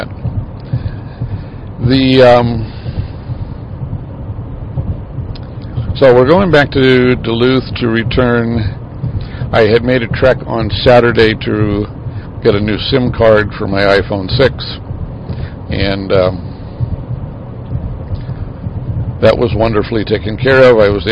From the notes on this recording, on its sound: Road Trip. Recorded on the way to Duluth Minnesota.